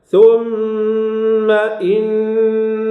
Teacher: في هذا الموطن نعطي للغنة حركتين · Term: الغنة